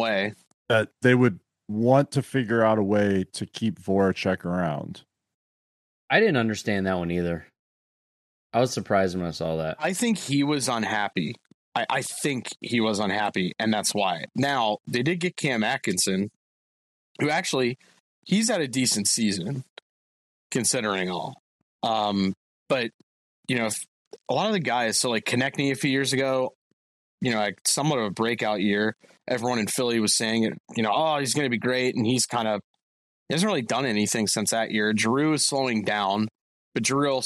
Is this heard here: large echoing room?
no